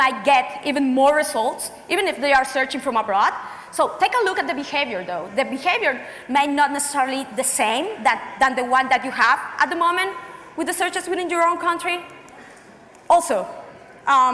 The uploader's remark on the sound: we are presenting a talk from April’s BrightonSEO conference